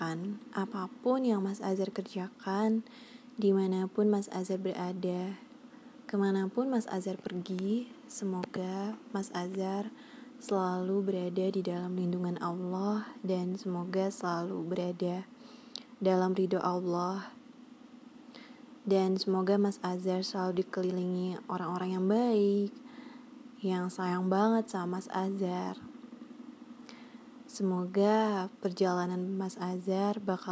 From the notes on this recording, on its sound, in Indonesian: Aku belum bisa edit rekaman yang ngilangin noise dll gitu jadi ini sangat terjamin keasliannya.